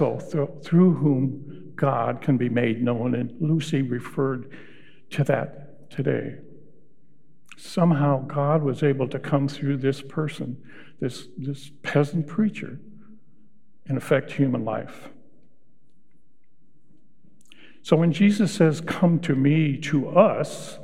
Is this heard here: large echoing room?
yes